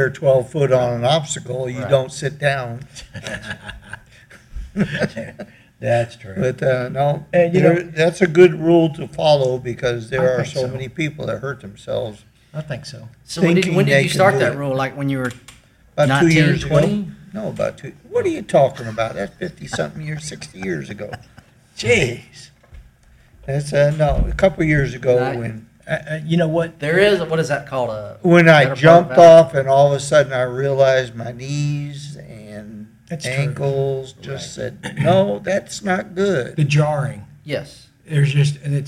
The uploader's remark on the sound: I was joined at the recent Spartan Sprint in Burnet TX with my pals.